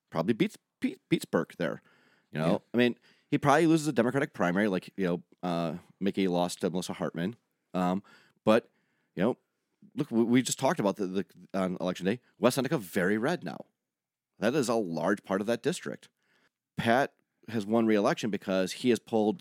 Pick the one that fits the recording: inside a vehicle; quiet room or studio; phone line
quiet room or studio